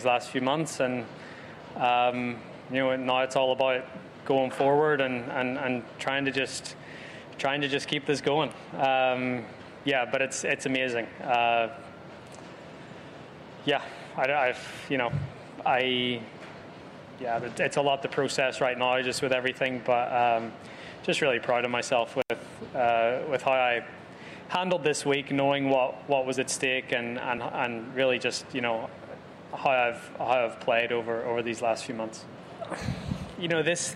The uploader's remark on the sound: We are live at the massive PGA Tour Superstore in Roswell, GA